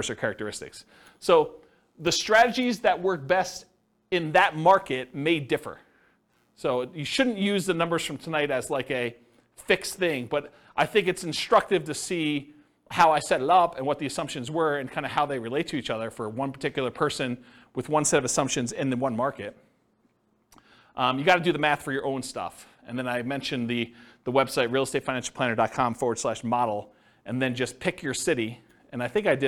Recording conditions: live audience